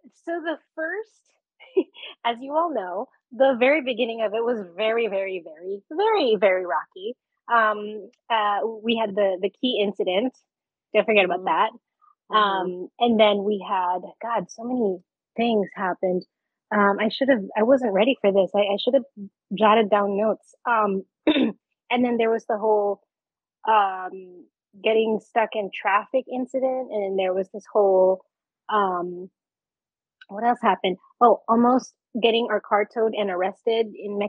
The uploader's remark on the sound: Why is the audio misbehaving? Is it time to get a new Zoom audio recorder? This is probably the last episode recorded via the “Zoom H6 6-Track Portable Recorder” that The Stuff and Junk Show have been using for 8 Years now.